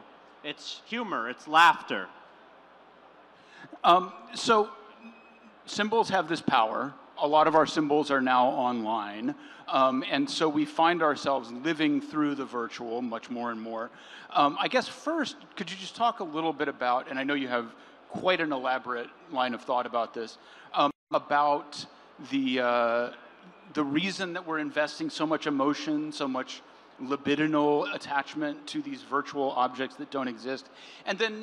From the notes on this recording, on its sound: The panel discussion took place on June 10, the second day of CoinDesk’s Consensus 2022 festival in Austin, Texas.